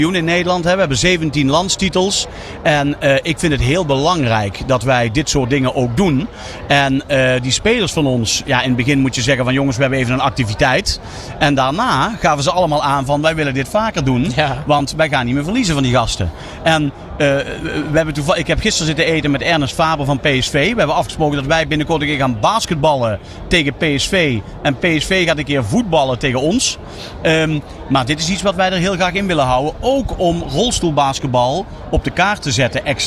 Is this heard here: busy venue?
yes